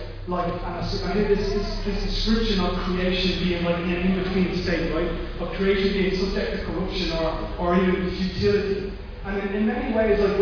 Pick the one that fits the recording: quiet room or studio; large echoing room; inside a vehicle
large echoing room